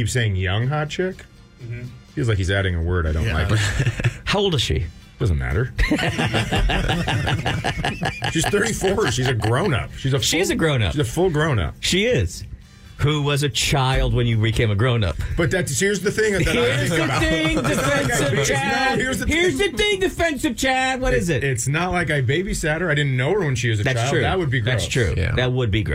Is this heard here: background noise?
no